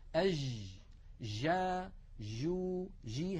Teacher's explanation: هذه جيم رخوة، جيم هي ولكنها ليست الجيم الفصيحة المنقولة لنا في التلاوة القرآنية